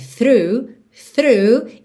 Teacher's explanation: Começa com a linguinha lá na pontinha dos dentes da frente, já volta fazendo R. Through, through, e esse GH não aparece.